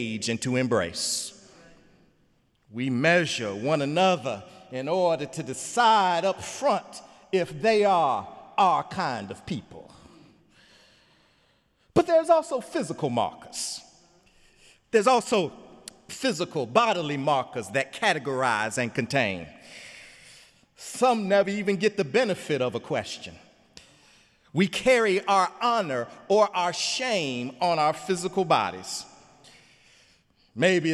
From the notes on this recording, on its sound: sermon on Easter Sunday, Sunday, April 16, 2017 in the Memorial Church